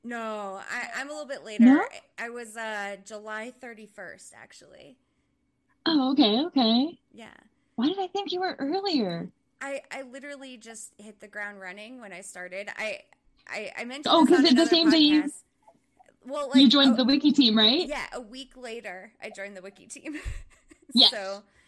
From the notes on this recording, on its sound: First Live Event! We had some technical difficulties because we were too excited to wait another week to work them out. From Santa Monica, California. From Oklahoma City, Oklahoma.